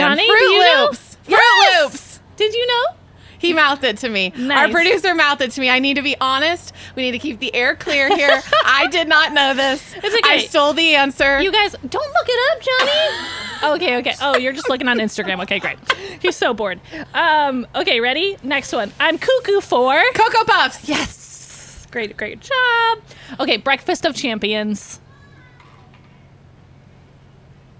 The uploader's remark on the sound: We are coming to you LIVE from Wanna Spoon Cereal Bar in Nashville, TN! We recorded on location, in the wild, on set to talk all things cereal and what better place to do that than a whole restaurant. Special thanks to our friends at Wanna Spoon Cereal Bar for letting us record on the patio with bowls of cereal in our hands!